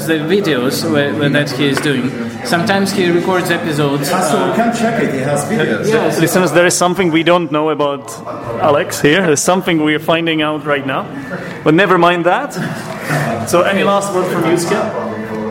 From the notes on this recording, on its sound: This is the second part of the episode which was recorded during the first Lepster meet-up in Prague.